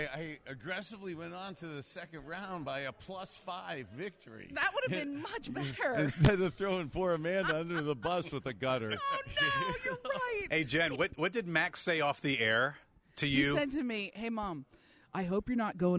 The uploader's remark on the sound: Live from the Fox 8 Turkey Bowl.